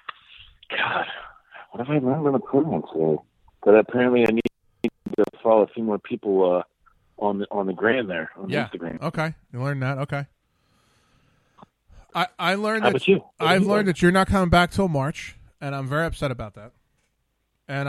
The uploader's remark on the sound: He had some down time while he was in port to call in from California.